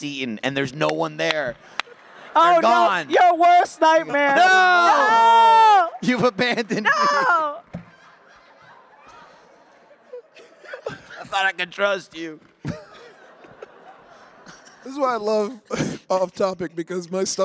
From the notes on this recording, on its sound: Coming to you LIVE from RTX 2022.